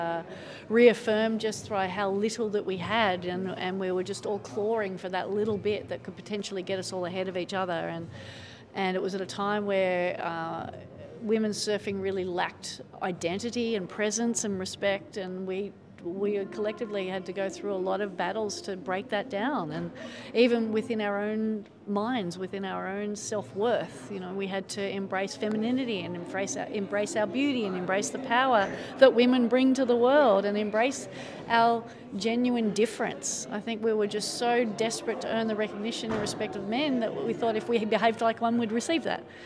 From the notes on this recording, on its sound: Recorded live at the NSW Champions of Sport Awards 2023.